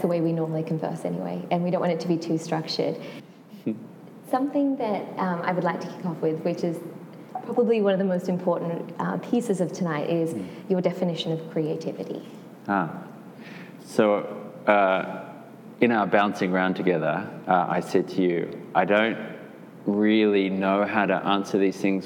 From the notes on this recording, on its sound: This interview was done live at a meditation of The Broad Place